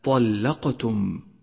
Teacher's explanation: جاءت في وسط الكلمة فهي قلقلة صغرى